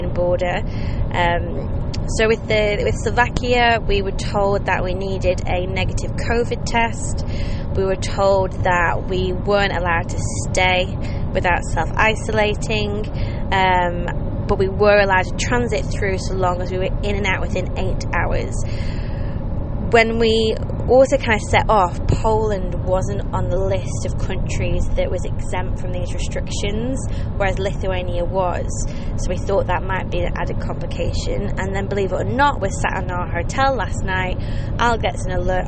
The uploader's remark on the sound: Join us for live podcasts (from the car!) as we travel from the northern coast of Europe (Lithuania) to the southern coast (Croatia).